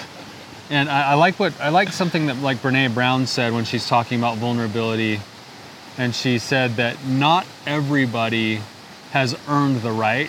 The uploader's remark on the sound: Enjoy a beautiful day outside while discussing the topic of vulnerability.